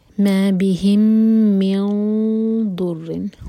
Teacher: اور ضاد جو ہے زبان کی سائڈ سے پڑھا جاتا ہے، ٹپ سے نہیں پڑھیں گے